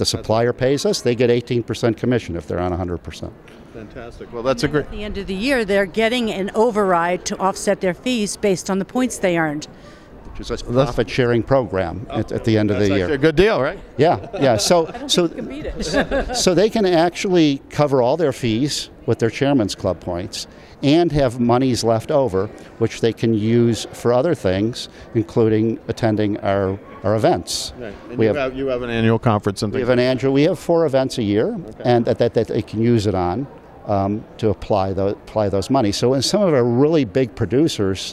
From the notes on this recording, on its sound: at this month’s Signature Travel Network conference in Las Vegas